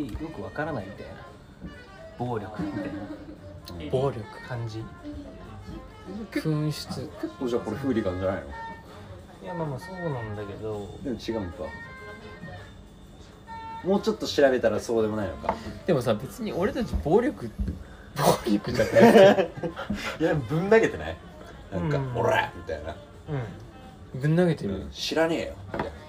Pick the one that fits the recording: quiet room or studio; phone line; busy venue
busy venue